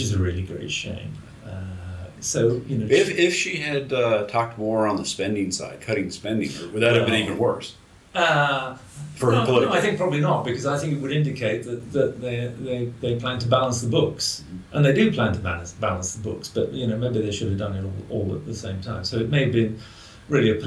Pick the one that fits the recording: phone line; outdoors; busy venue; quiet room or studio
busy venue